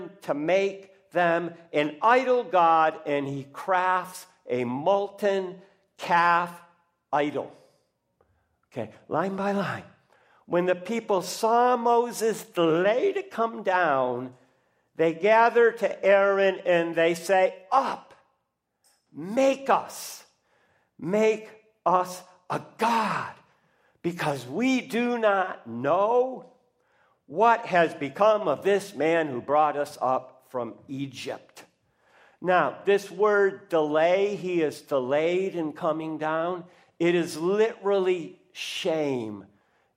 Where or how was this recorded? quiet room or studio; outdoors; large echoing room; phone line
large echoing room